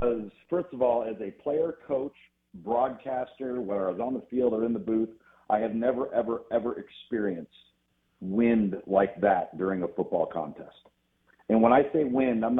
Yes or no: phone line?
yes